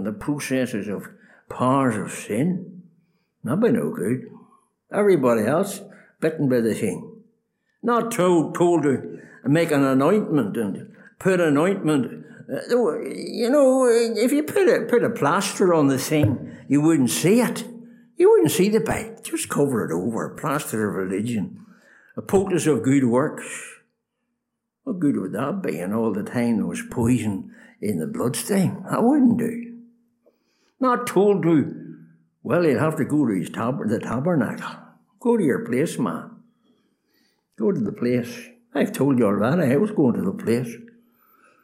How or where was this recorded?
large echoing room